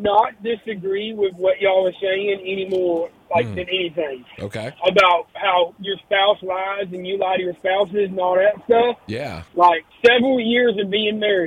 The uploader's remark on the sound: A listener called